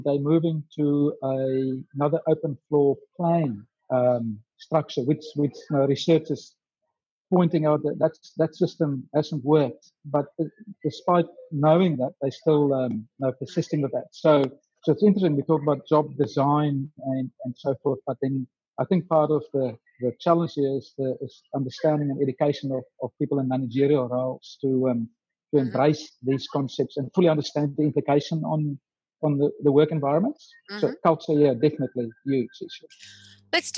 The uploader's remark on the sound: In this podcast, based on a recent webinar, our panel explores the issue.